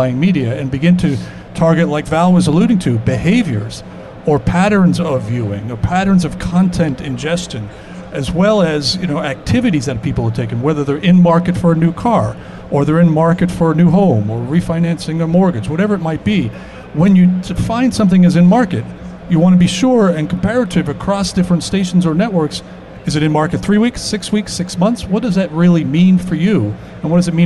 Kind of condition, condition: setting, busy venue